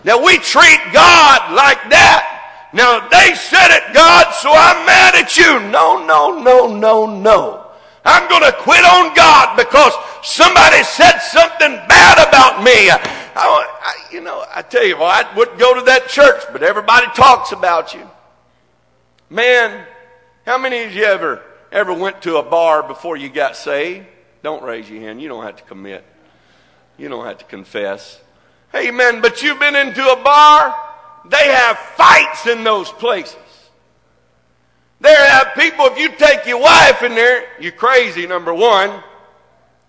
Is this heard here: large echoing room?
yes